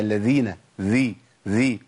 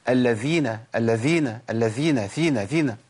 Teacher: انقطاع نفس في الذال وجراي نفس في الثاء